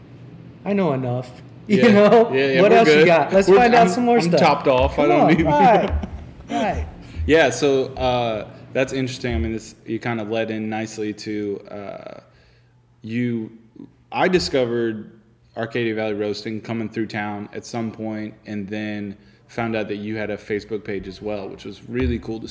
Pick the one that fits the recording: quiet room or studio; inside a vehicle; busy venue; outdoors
busy venue